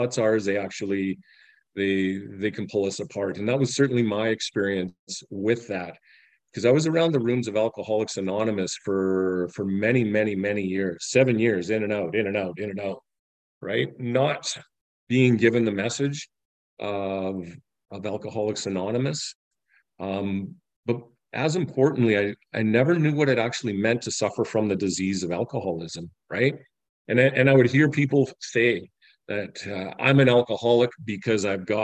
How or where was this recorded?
video call